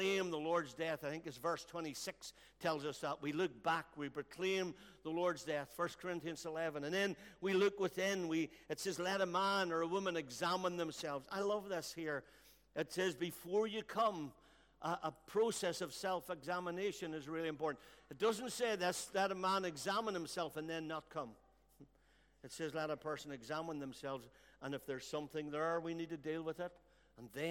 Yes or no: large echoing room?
yes